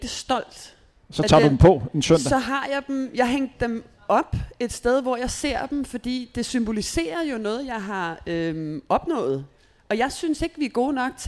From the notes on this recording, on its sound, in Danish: Live podcast i forbindelse med HCA Marathon. I denne live podcastudsendelse i forbindelse med årets HCA Marathon.